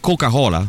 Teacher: Perché le prime lettere non vengono mai aspirate, sì. Soltanto le seconde.